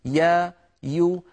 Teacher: الجوف ولما يقولون يا يا أيها يا متحركة يعني يا يو لاحظوا بأن الدور الأكبر هو لوسط اللسان